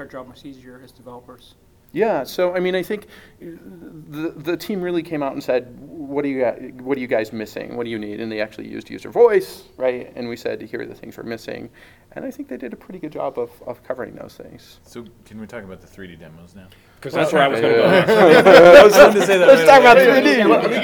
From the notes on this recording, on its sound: At the Silverlight 5 Firestarter, we were able to record a spectacular show with some Silverlight luminaries.